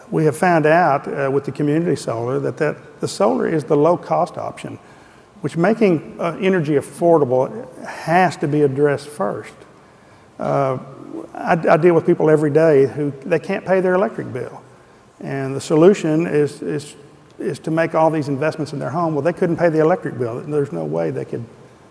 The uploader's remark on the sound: The best of live interviews from GreenBiz events.